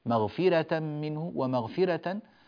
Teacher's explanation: قرأناها ومغفرة بالترقيق، لأن الراء هنا مفتوحة وقبلها كسرة لازمة، مصيرا راء مفتوحة وقبلها ياء ساكنة، فلذلك رققنا هذه الراءات.